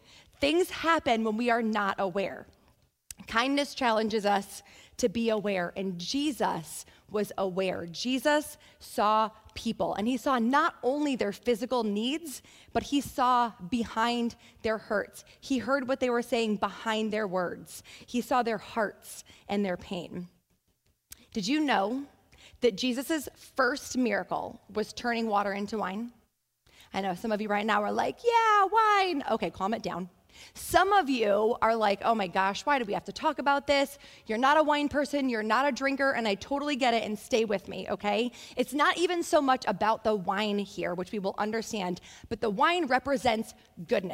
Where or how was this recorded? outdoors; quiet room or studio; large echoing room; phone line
large echoing room